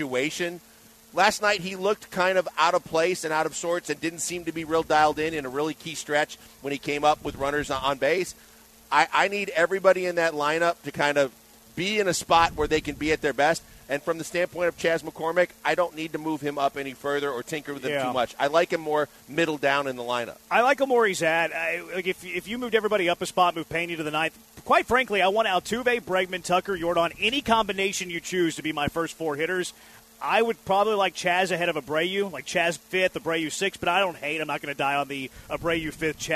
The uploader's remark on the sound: LIVE from Drift Bar in the Heights!